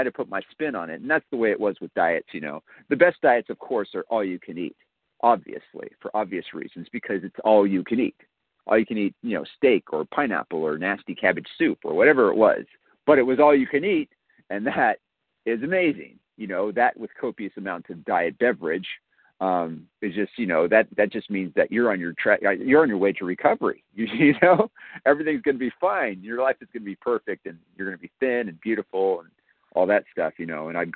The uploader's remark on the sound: 100 Pounders Phone Meeting